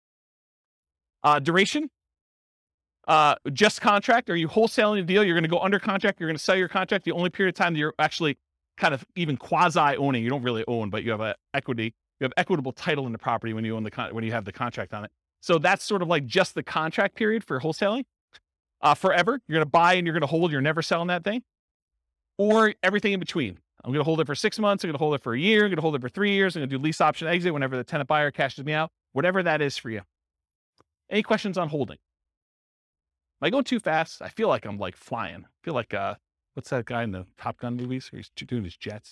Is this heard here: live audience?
yes